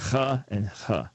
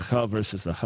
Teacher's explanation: Hebrew has one sound, ch, which was originally two different sounds, ch and ch, just a difference in the degree of the guttural pronunciation there.